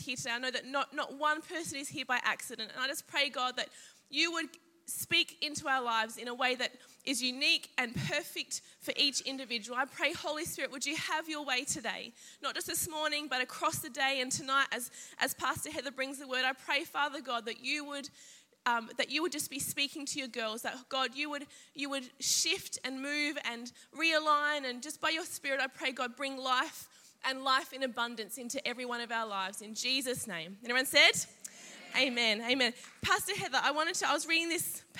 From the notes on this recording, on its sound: Saturday morning message from Confidence Women's Conference 2019.